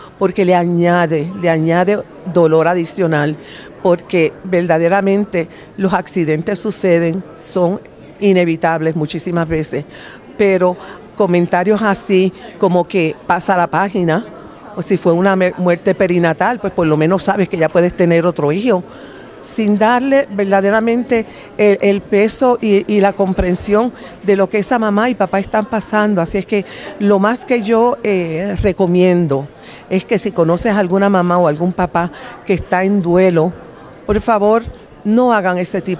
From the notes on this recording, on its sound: At the 46th Conference of The Compassionate Friends.